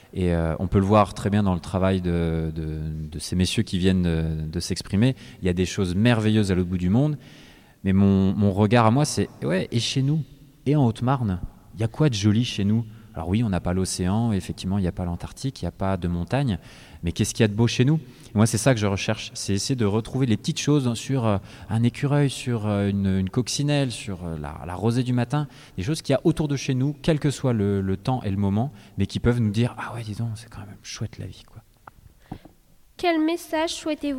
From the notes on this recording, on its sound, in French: Les élèves de l'atelier journalisme du collège Anne Frank de Saint-Dizier, avec le concours de Canopé, ont réalisé une émission de webradio en direct du festival de Montier-en-Der.